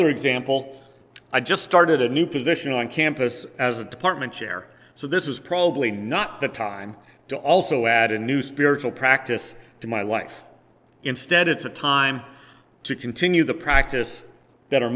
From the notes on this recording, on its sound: Preached on August 7, 2022, at First Presbyterian Church of Rolla.